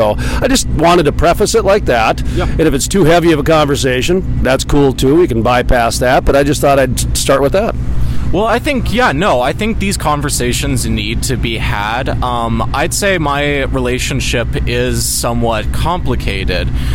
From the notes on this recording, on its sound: in front of the Bismarck Civic Center at the Williston Basin Petroleum Conference